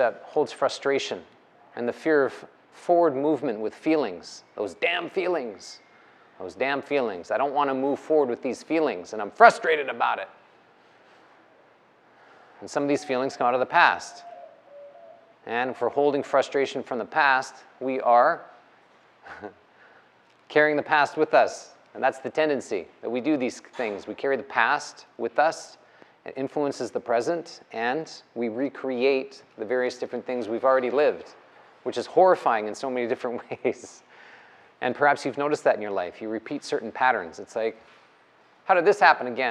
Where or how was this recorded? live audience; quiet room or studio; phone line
live audience